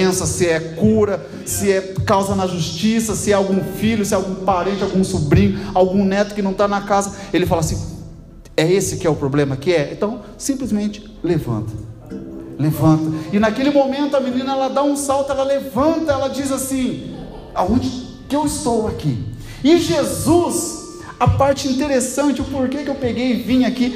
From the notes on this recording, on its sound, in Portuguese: Gravado dia 22/02/2023 na Assembleia de Deus Piraquara(Vila Lúcia)